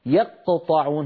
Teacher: مثلا لو قال مثلا يقطعون، ما يصح أن يقول يقطعون، هنا أخرجت صوتين وهذا خطأ، الصوت الأول كان بقرع مخرج القاف، والصوت الثاني كان بالقلع عن مخرج القاف. حرف القلقلة مخفف وليس مثقل.